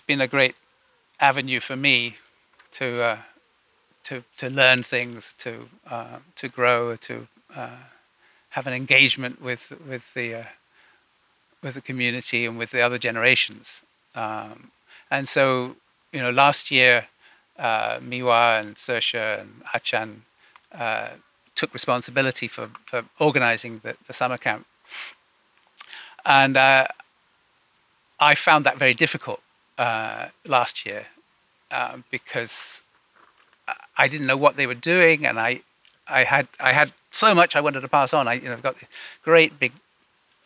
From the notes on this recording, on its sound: Audio from a sermon in Watford Peace Garden